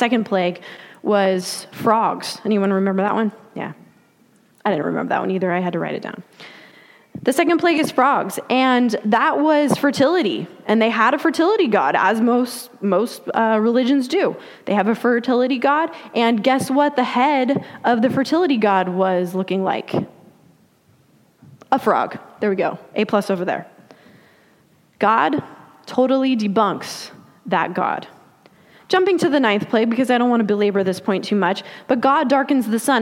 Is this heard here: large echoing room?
yes